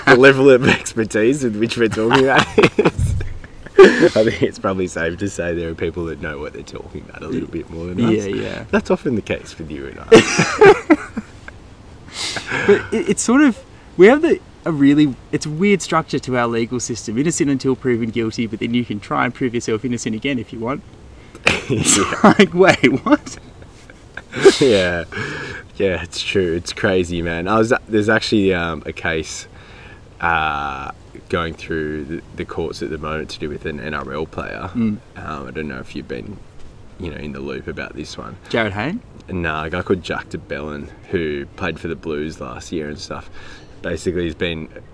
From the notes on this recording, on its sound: We lit a couple of homemade candles to kick this one off, which was a challenge in the wind. There’s a tiny bit of wobbly sound around the 10minute mark as nature joined us shooting the breeze, but otherwise it’s a crystal clear yarn from yet another incredibly picturesque cove of Sydney harbour. It was a bloody treat to be back in the bush with the microphone after an extended hiatus.